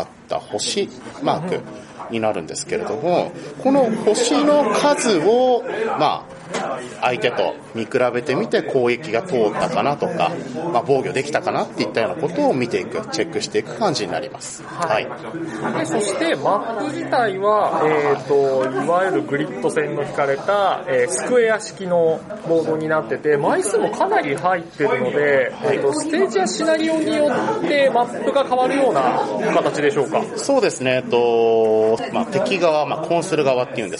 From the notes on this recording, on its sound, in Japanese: 本収録はイエローサブマリン秋葉原RPGショップで開催された『第22回 アナログゲーム体験会』において行いました。音量注意！ 環境音が大きいのでご注意ください。本収録はイエローサブマリン秋葉原RPGショップで開催された『第22回 アナログゲーム体験会』において行いました。